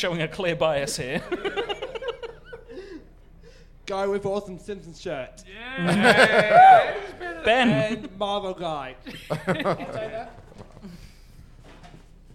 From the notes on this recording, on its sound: All in front of a LIVE CROWD!